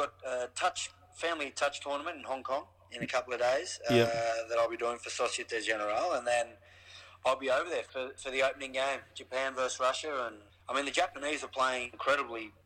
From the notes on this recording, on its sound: Picks up the phone following Australia's win v the All Blacks.